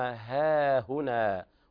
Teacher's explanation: والهاء ضعيفة لابد من بيان الترقيق فيها